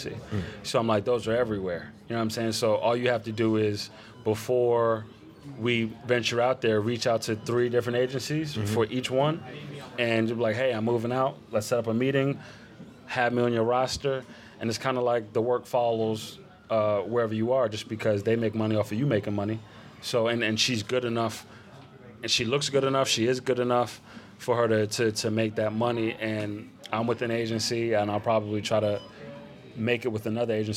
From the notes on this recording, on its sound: We’re back live from the Adorama Event Space.